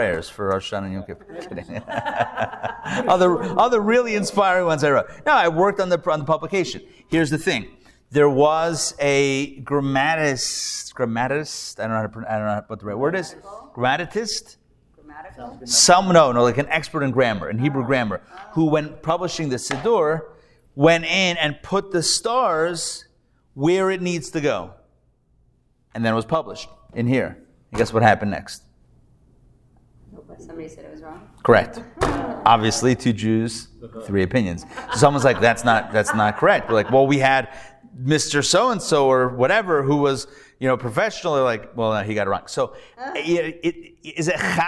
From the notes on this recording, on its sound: Recorded Live at The Torah Center ATL on Thursday, September 7, 2023